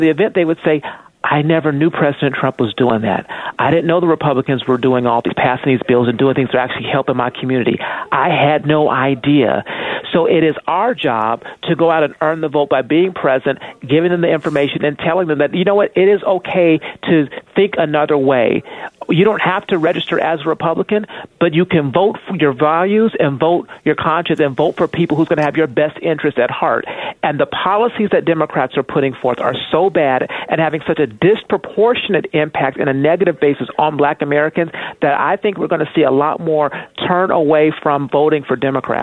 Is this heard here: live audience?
no